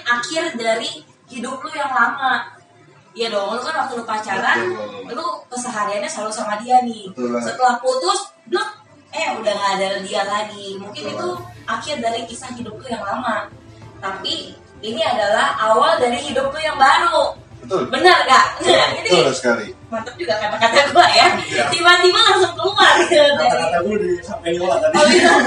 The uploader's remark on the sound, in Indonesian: Sebelumnya kami minta maaf atas kebisingan yg ada di balik suara kami.